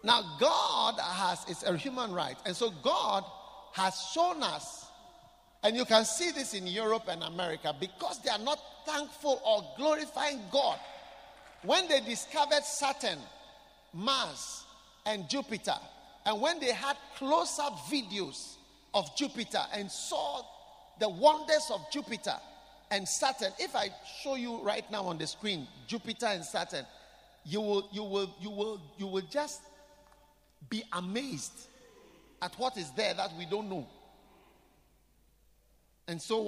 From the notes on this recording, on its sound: Preached at The Qodesh.